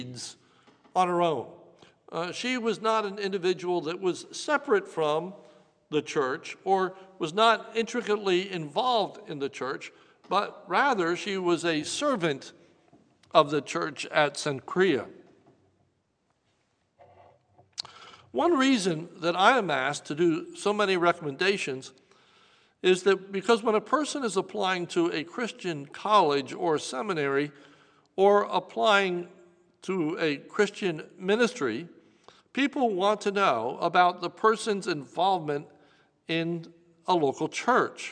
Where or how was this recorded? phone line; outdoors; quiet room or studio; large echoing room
large echoing room